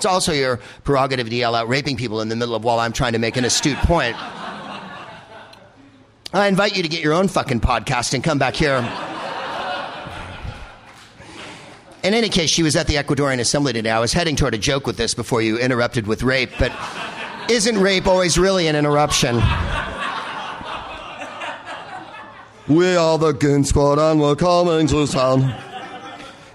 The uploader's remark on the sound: Live from the Gilded Balloon in Edinburgh